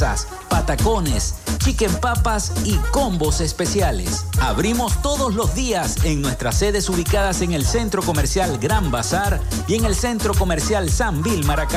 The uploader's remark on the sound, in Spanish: En el programa de hoy sostuvimos una charla telefónica con la primera dama del estado Zulia.